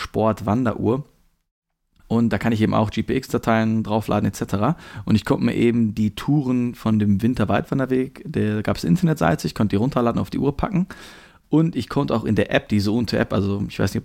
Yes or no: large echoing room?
no